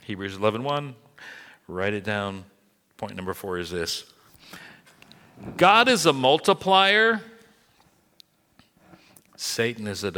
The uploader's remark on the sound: This message was recorded at New Covenant Church on January 22, 2023.